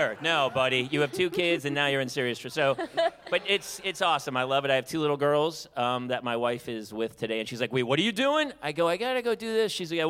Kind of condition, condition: setting, busy venue